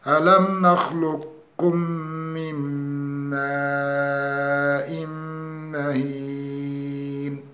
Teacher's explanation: كإدغام القاف في الكاف مع الإبقاء على صفة الاستعلاء في القاف